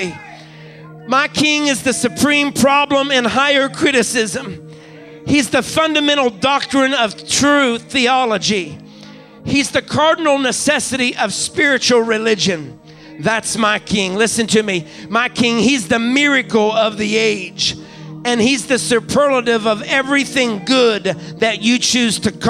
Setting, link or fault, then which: setting, large echoing room